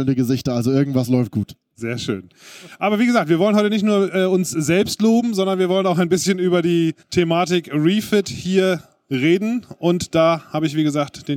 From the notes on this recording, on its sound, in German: Live Mitschnitt von der boot Düsseldorf.